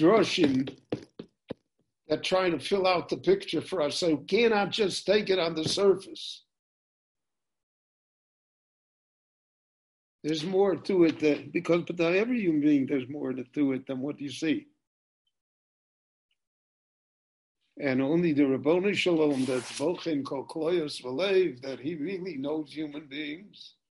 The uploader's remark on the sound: This shiur was given LIVE in Jerusalem via Zoom.